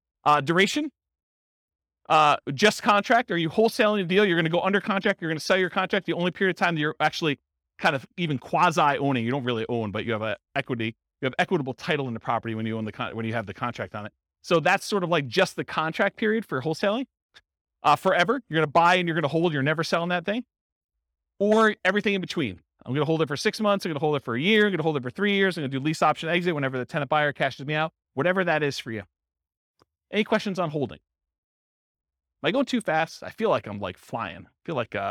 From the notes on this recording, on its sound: This was a live class recorded